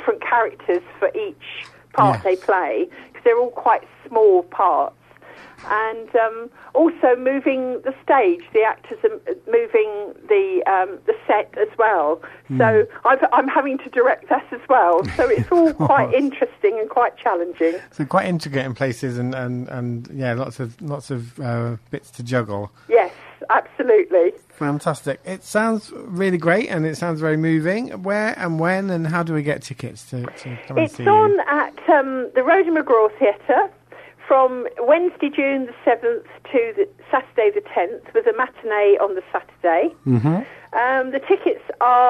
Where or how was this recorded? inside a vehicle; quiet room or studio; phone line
phone line